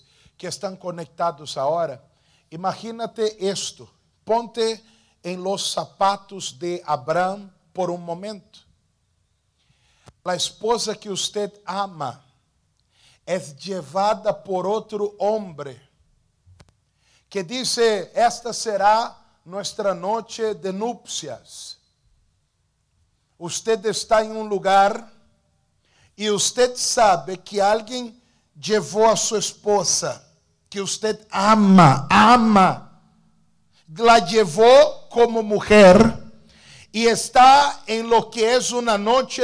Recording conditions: large echoing room